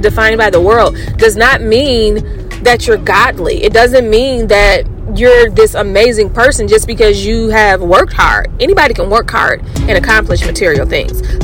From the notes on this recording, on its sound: uncut, car drive (yes, that's where this podcast was recorded)